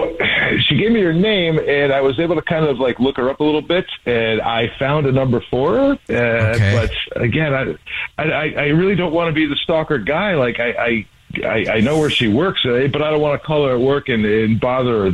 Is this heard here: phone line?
yes